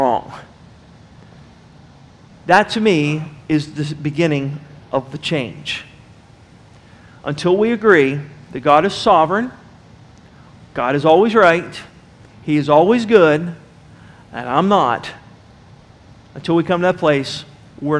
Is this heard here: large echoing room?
yes